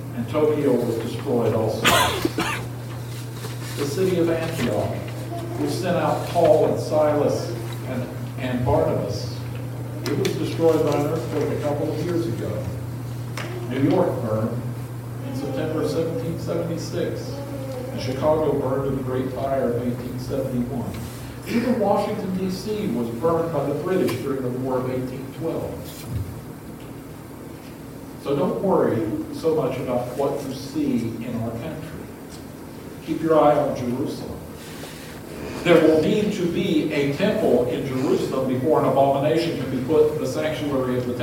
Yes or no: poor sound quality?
yes